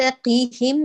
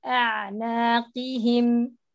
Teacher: أعطيها تفخيم نصفي للقاف · Shown in: second take